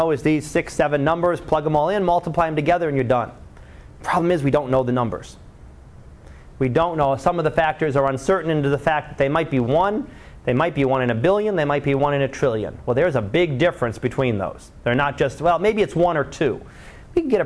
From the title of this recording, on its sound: Live Class Lecture